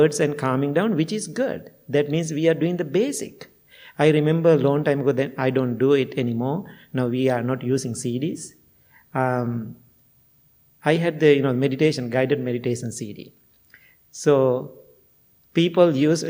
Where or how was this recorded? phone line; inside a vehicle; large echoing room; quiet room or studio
large echoing room